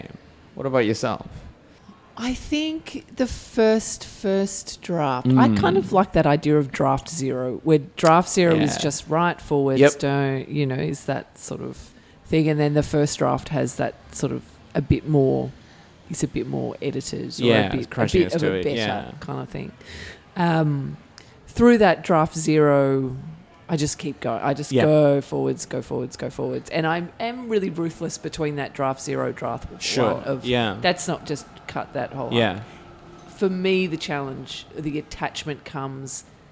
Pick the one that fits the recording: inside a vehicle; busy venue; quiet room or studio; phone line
busy venue